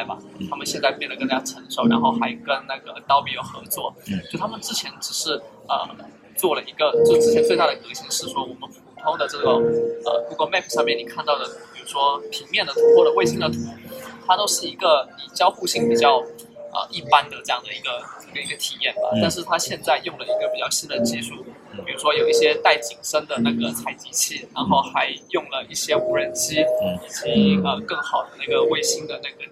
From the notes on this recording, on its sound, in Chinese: Google I/O Connect 现场特别篇。于上海参加 Google I/O Connect 大会及 Community Mixer 活动时。其特别之处在于主持人和嘉宾分别来自 4 个不同的城市。于 Google 在上海浦东预订的酒店大堂临时进行了节目录制。